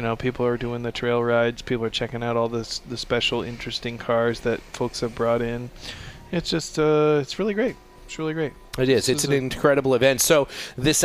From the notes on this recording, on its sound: We’re live from the Podcast Hot Stove Lounge at the ANARC 75th Dimond Jubilee celebration at the Greek Peak mountain resort in Cortland New York. We kick off the four day long event.